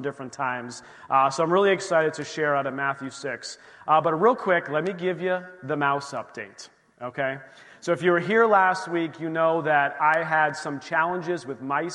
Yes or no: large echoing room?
yes